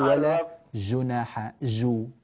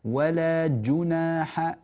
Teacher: بل شد الجيم، اجعلها شديدة · Shown in: second take